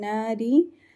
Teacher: Na will be two haraka long in nari. Na ra will be light as ra has the presence of kasra